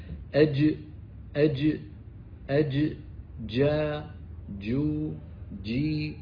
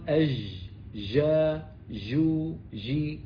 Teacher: الجيم الفصيحة مكان خروجها يعني المخرج من وسط اللسان. أهم صفاتها لما تخرج أن يكون بدايتها انحباس للصوت، المخرج يكون مقفول · Shown in: first take